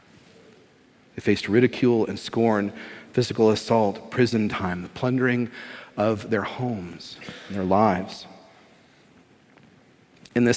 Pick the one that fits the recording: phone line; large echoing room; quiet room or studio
large echoing room